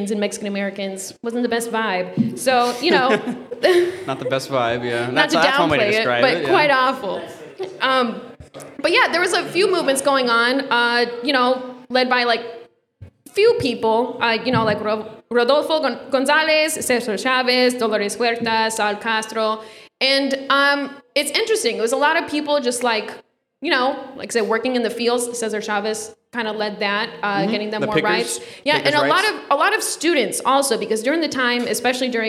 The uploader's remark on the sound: The History of Tequila (LIVE at Hacienda Las Glorias). Takes the show on the road to record their first live episode at Hacienda Las Glorias! We'll be LIVE at Hacienda Las Glorias on 1st Ave in Cedar Rapids Iowa during happy hour.